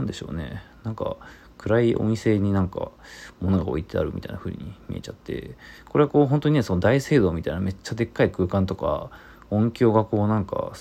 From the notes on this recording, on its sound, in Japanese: 京都DAYs。ボイスメモです。